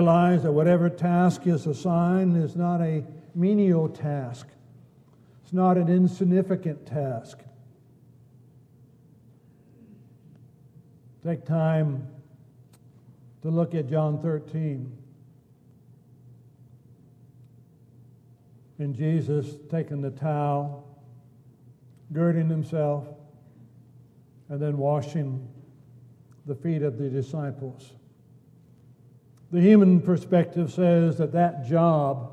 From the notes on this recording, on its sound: Downtown Church Of Christ Audio Sermon